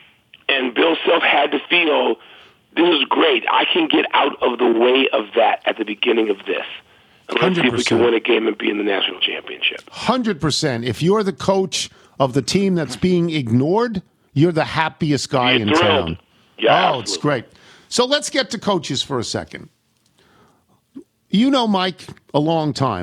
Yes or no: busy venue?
no